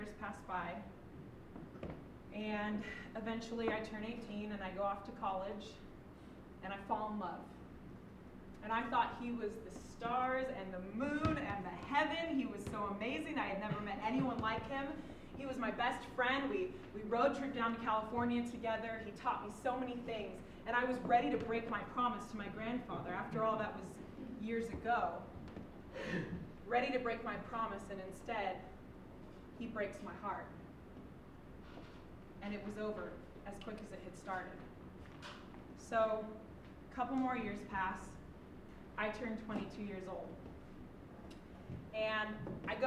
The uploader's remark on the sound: Live on stage at Hipbone Studio for live storytelling with Portland Story Theater.